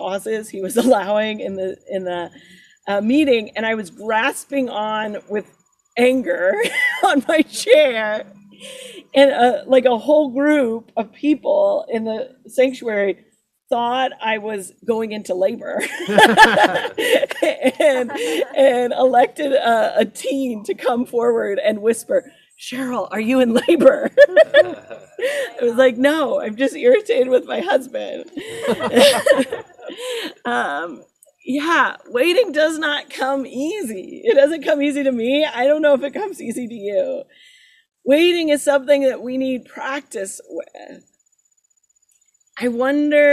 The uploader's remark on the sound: Sermon recorded at Garfield Community Farm